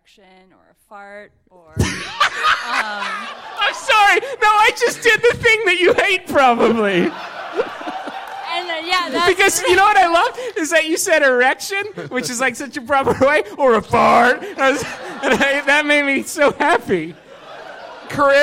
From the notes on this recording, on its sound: We did this live show in Los Angeles a few months ago.